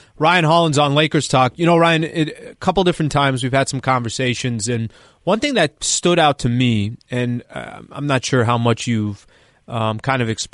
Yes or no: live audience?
no